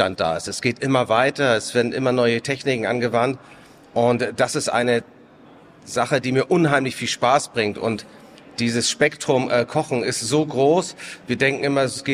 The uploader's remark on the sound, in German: Live-Talk von der Nord Gastro 2024